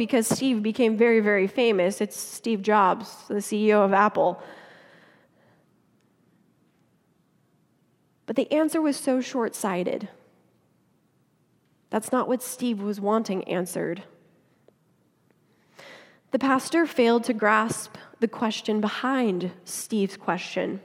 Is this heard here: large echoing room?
yes